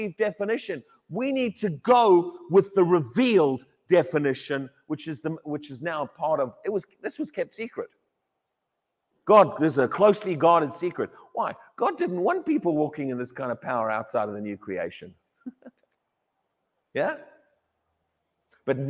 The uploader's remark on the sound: Sunday Morning Service 1 October 2023 - High Legh Church, Cheshire, U.K.